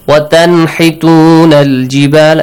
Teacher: You don't hide the sound of noon. Yeah, no change. · Term: idhar